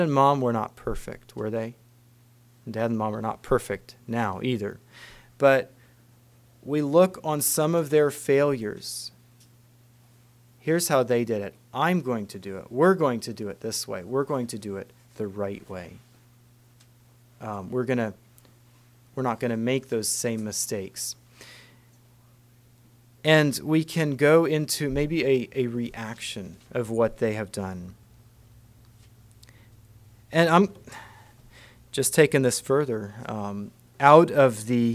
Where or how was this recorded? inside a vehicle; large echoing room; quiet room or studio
large echoing room